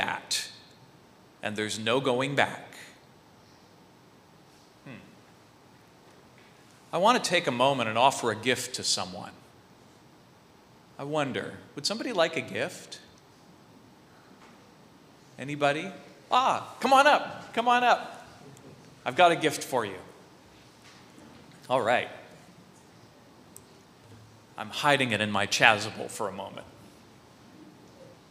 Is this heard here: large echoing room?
yes